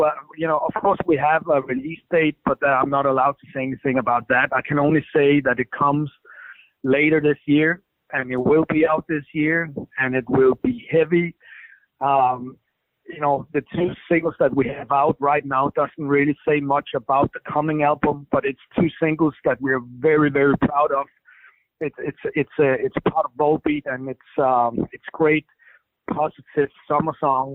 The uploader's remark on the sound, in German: Telefoninterview